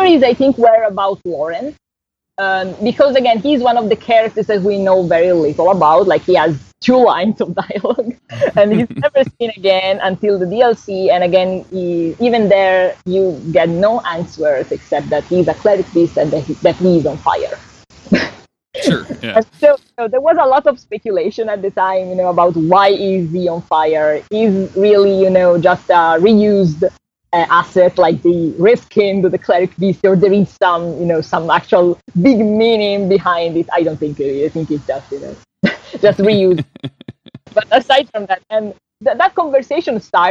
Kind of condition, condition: fault, poor sound quality